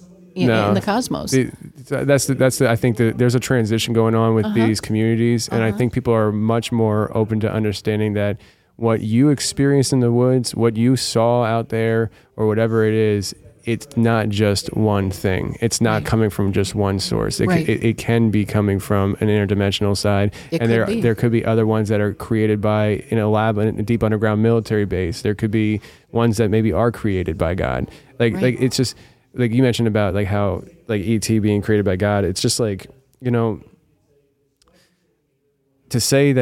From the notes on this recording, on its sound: I brought my recording equipment in hopes of interviewing people attending the conference and releasing our discussions as an episode. While I did get to have several people record with me, our time was cut short after the fourth guest.